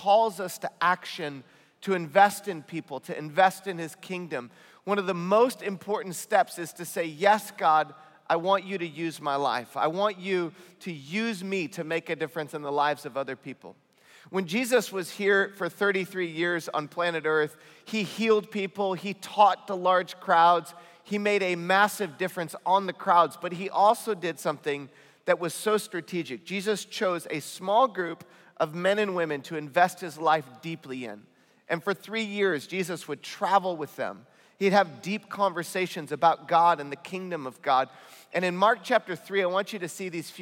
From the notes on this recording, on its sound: This weekend, we combined our regular service with Saddleback Student Ministries for a time of worship, panel conversations with students.